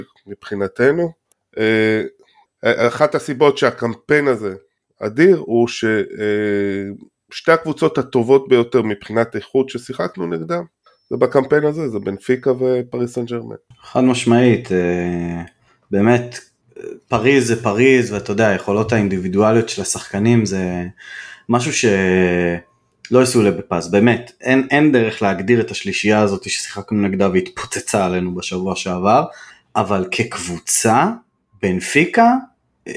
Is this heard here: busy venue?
no